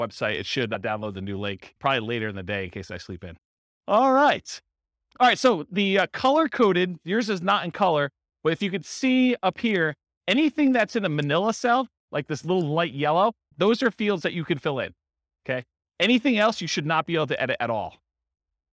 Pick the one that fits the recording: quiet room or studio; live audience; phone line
live audience